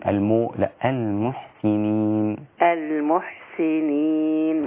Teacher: ما تفخميش الميم والحاء عشان ضمت الميم